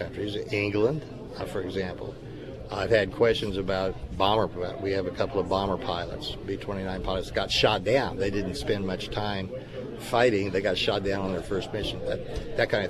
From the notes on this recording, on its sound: live at Scramblers Diner